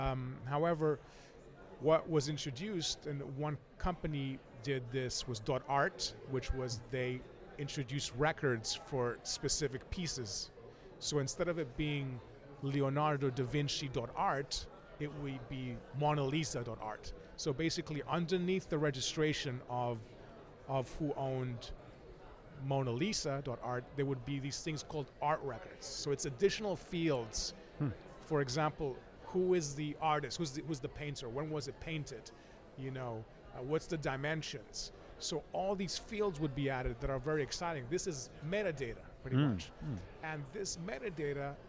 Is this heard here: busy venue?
yes